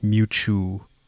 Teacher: instead of thinking of a T, we think of a more of a CH sound